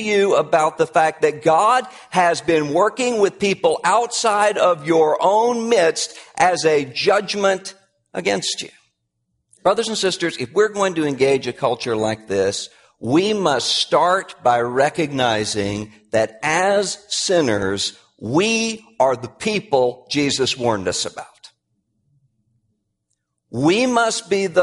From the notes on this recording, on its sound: Address at Capitol Hill Baptist Church in Washington, D.C. About 200 key evangelical and political leaders were there.